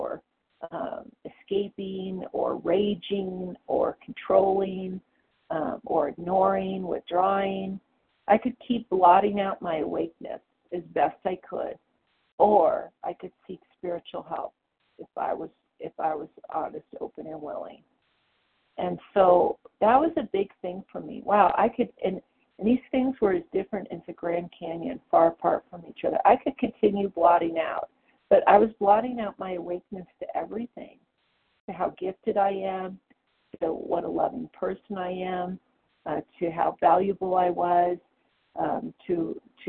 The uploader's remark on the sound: The 100 Pounders Phone Meeting.